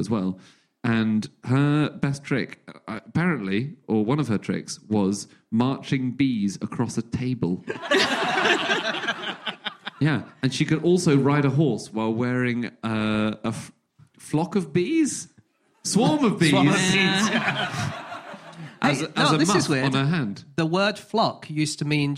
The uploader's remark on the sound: Live from Bristol